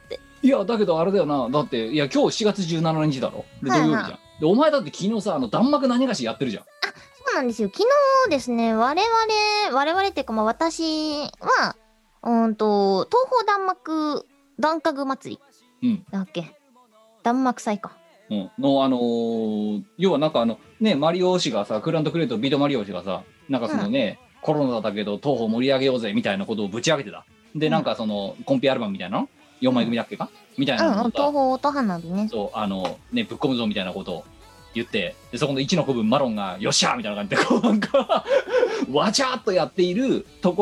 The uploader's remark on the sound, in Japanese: 本番組はリモート収録です。収録時環境の影響により、聴き取り辛い部分があります。